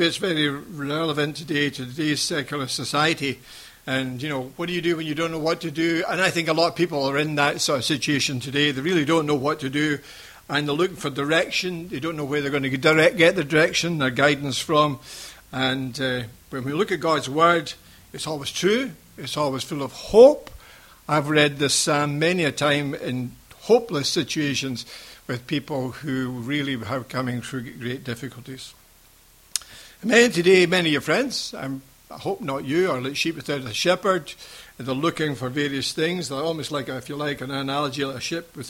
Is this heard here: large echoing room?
yes